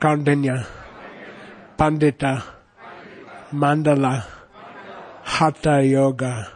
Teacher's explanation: It's got a lot of retroflex. It means you turn your tongue back.